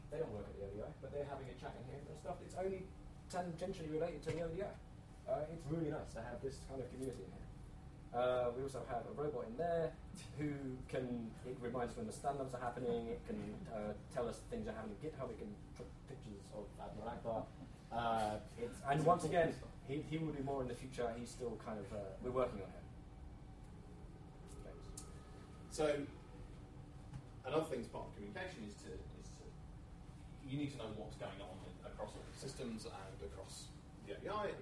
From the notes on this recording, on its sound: A Friday lunchtime lecture, delivered on the 12/07/2013